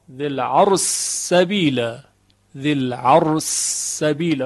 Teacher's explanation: شین مکسور در سین ادغام شده در روایت سوسی · Term: ادغام شین در سین